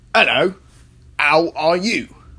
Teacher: The H has added a bit more breath into the voice, which adds unneeded energy to it.